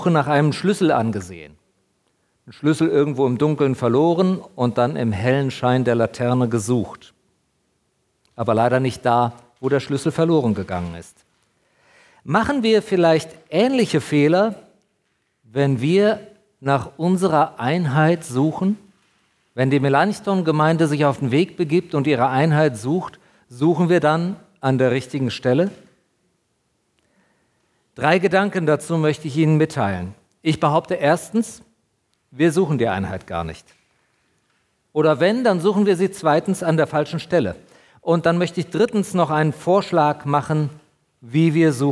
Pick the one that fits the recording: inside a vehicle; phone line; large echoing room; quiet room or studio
large echoing room